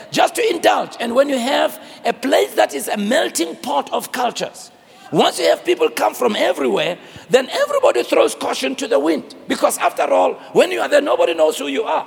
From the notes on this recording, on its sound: preached at the Crossover Service, on the 31st of December, 2023